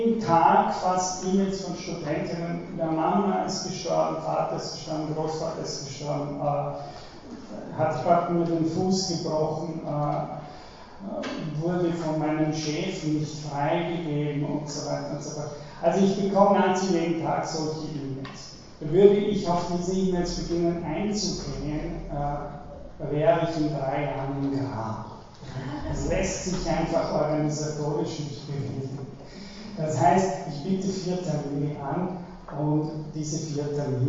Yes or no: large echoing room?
yes